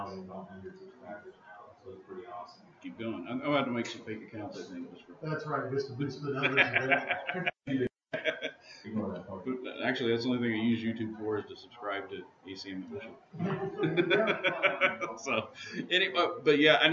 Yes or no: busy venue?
yes